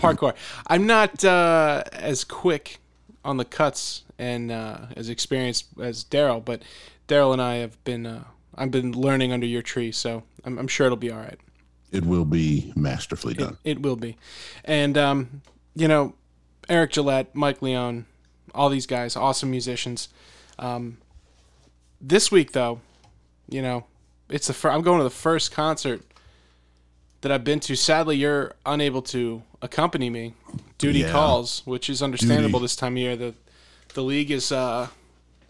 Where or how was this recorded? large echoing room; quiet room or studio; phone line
quiet room or studio